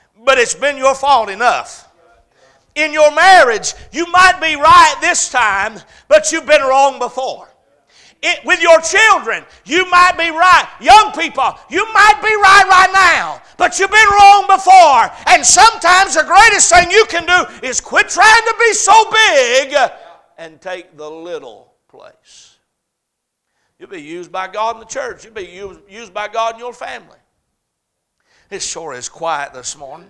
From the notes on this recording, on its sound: A message preached at Crossroads Baptist Church